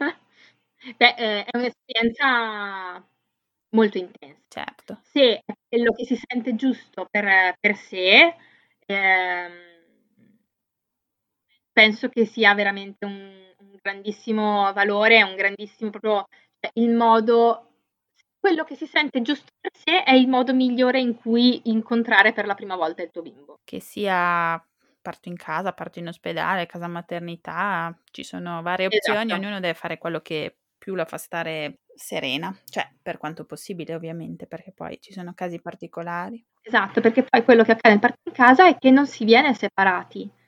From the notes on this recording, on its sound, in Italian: purtroppo la qualità dell’audio non è ottimale